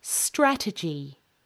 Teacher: the word strategy, which has the stress on the first syllable